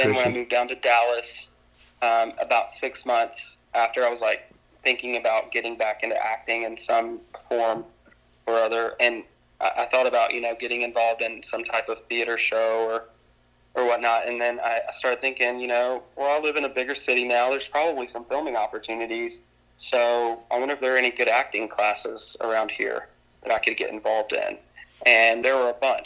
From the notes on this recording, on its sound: burnt the phone lines down